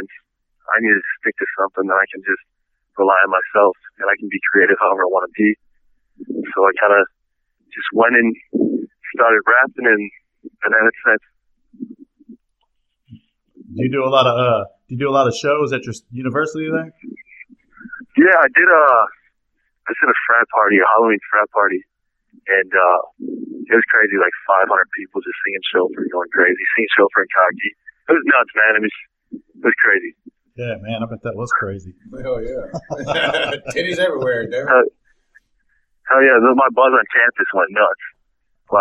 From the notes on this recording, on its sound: on the phone